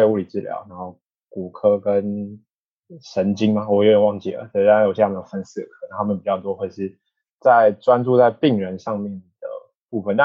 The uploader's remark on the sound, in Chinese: 本次訪談為好奇槓鈴第一次線上LIVE錄影訪談的音檔版，有包括美國和歐洲運動科學的教授與博班學生等多人參與訪談及Q&A。